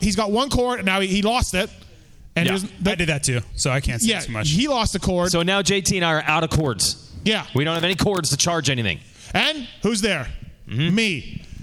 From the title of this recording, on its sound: Indianapolis Live Show